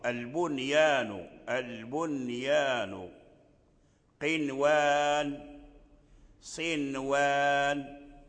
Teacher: قال: في نحو قنوان ونحو دنيا. إذن فالنون الساكنة إذا اجتمعت مع الياء أو الواو في كلمة واحدة فليس لأحد من القراء أن يدغمها، بل يظهرها · Term: تظهر النون